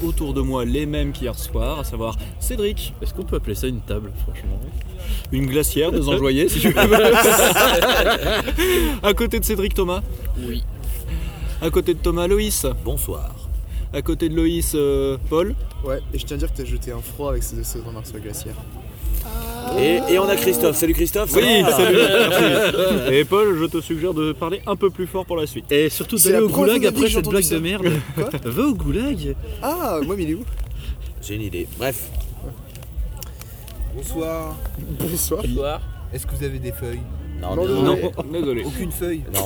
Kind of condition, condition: setting, busy venue